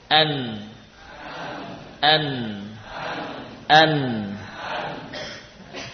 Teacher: Nah, huruf nun berasal dari ujung lidah. Ujung lidah paling depan dengan gusi.